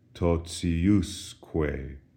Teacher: the pronunciation of T-I is no longer T as in totius, but rather it softens. We have an S in between the T and the I, and so it sounds like this, totiusque.